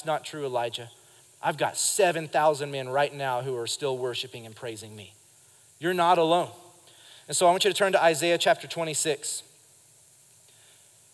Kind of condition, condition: setting, live audience